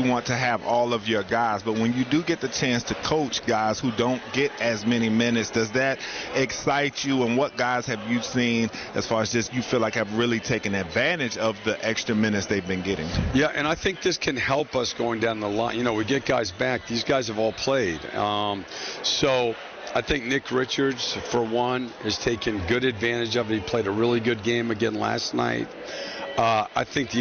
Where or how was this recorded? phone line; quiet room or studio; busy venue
busy venue